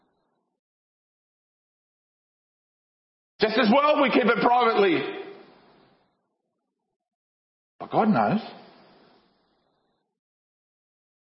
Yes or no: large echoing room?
yes